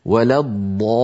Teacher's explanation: الضاد مفخمة وبالتالي الألف التي بعدها مفخمة